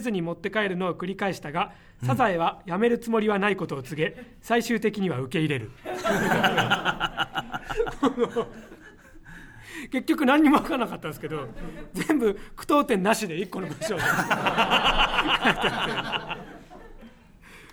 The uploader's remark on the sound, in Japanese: 初回は公開収録でお届け！